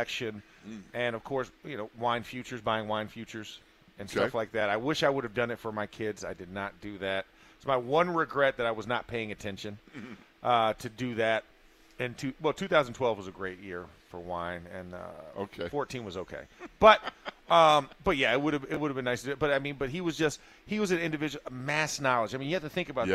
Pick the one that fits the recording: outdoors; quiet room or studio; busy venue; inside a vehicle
busy venue